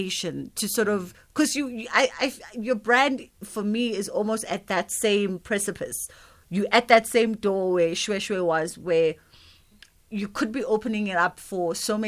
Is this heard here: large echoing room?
no